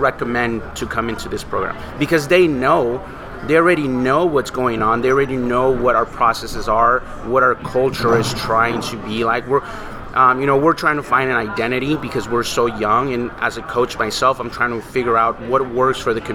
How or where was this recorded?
busy venue